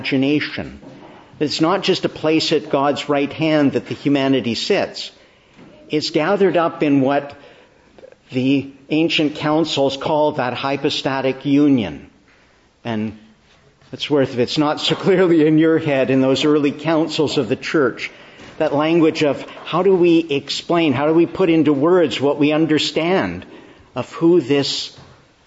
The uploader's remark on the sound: Preached in the Annunciation of the Blessed Virgin Mary, Ottawa, on the 7th Sunday of Easter/Sunday after the Ascension